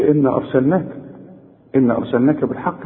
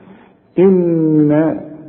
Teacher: احنا قلنا وانت عارف دايما ان كل نون في القرآن مدام عليها الشدة هي 2 نون، فلما تيجي تبدأ آية زي دي ما تقولش إنا أرسلناك، إنا أرسلناك بالحق، لا، إنا لازم النون تغنها بمقدار حركتين لأنها 2 نون · Shown in: second take